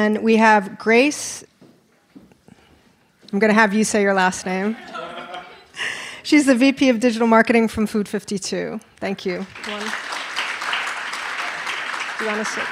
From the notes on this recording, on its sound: For a panel discussion. A robust Q&A from the live audience.